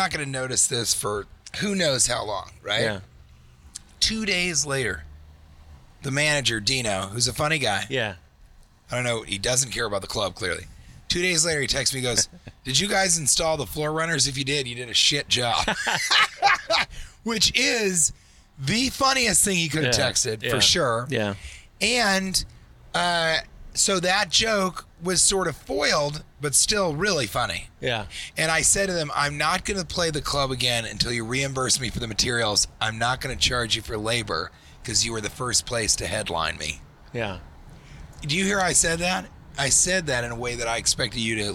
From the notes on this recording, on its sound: Recorded in a Taxi on the way to equine adventure